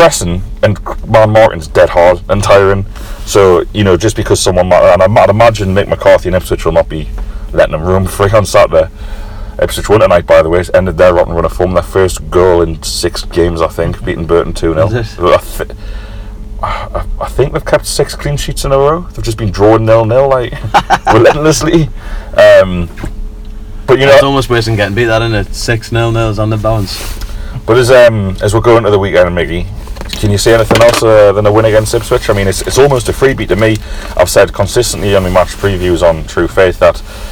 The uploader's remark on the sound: Record for you live from Mecca Bingo car park in Barnsley.